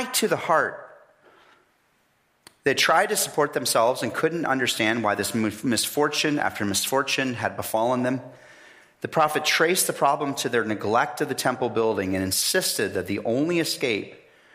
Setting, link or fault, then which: setting, large echoing room